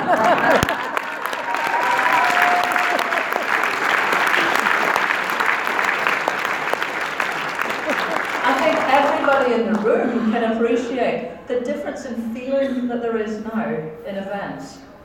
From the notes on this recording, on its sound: get out and about in the Bowmar community cafe in Alloa, in the audience for BBC's Debate Night, at the Radical Independence conference in Glasgow